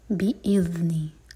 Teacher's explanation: بی اذنی بی کے بعد حمزہ پر cut off sound بی اذنی. ذال سیکنڈ پر تھوڑا سا ٹائم دیتے ہیں اس کو کہتے ہیں رخاوا. تو جلدی نہ پڑھیں ورنہ جھٹکا ہو جائے گا.